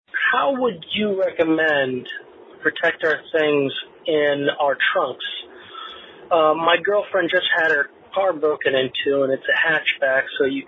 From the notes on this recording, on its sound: I take your phone calls